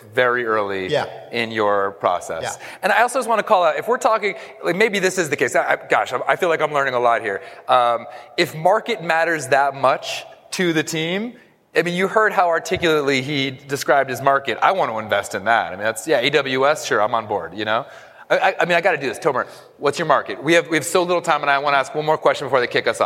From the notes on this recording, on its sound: we take you to the SaaStock on Tour New York stage for what was one of the most entertaining and well-received panels on the day